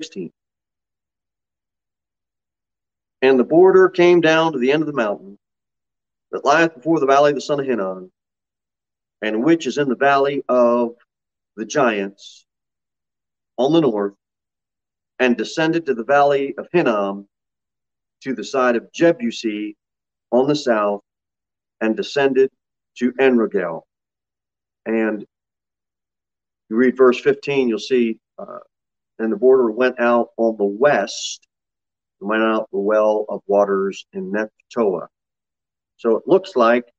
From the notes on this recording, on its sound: Sermon delivered at Pilgrim Baptist Church on Thursday, July 28, 2022 at 6:15 pm.